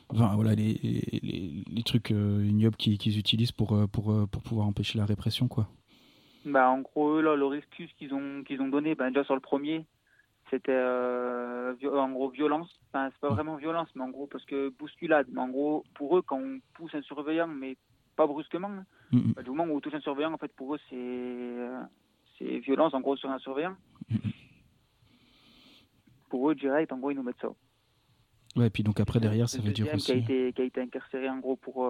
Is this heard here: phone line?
yes